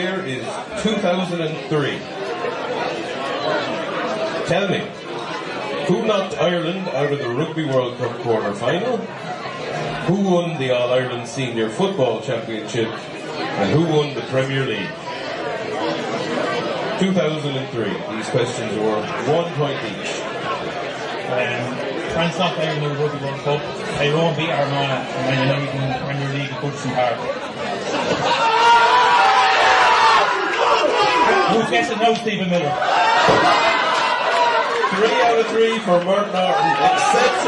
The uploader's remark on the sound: Finale night in the Square Bar. Came to a conclusion in the Square Bar in Portlaoise. In front of a live audience. With a full house and a cracking atmosphere.